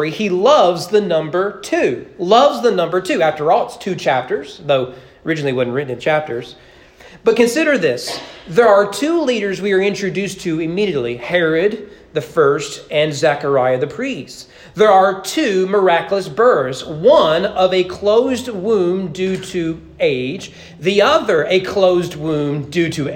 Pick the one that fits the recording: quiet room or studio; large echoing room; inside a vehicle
large echoing room